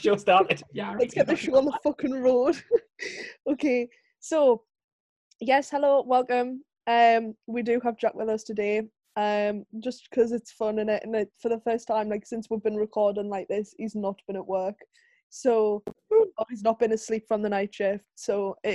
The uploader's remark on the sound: take to Zoom again